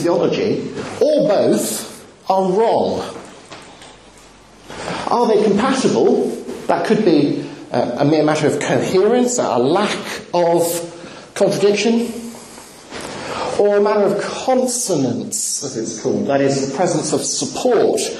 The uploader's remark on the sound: Talk with Q&A, Birmingham University